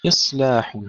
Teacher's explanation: الصاد نفخمها ونبقيها ساكنة مع الهمس والصفير، ولا نقول إصلاح ولا نقلقلها.